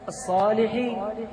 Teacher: الصاد مدغم فيها اللام